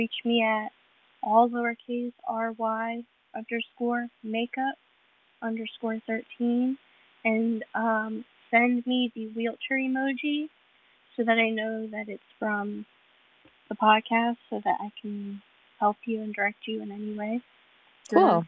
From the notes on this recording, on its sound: A little audio difficulty - so listen closely to catch all the goodness.